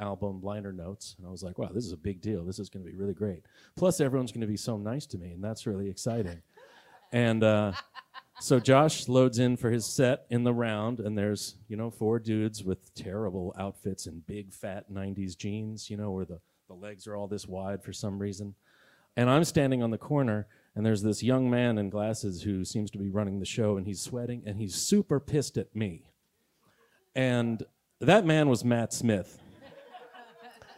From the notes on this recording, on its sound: We're closing out 2023 with an exclusive live recording from folk mothership Club Passim , the historic folk venue located in Cambridge, MA, celebrating the bi-annual festival campfire . Listeners are treated to a rare on-stage interview.